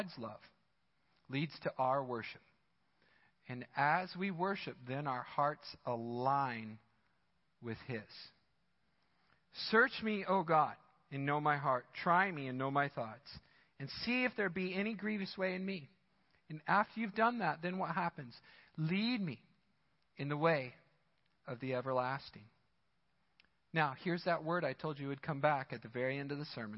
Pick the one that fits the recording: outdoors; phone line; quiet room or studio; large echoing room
large echoing room